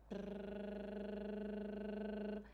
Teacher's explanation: E a pressão dos lábios, quando une, tá? O ar, os lábios se unem, se contraem, um ar passa e eles vibram assim. Acontece exatamente igualzinho com, com as nossas cordas vocais. · Term: vibração de lábio